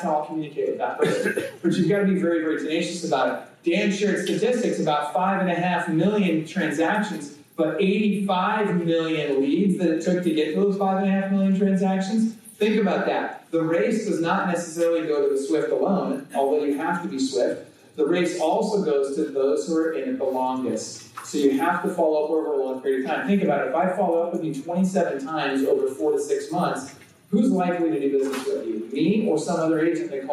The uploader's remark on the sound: presents at the Xplode Conference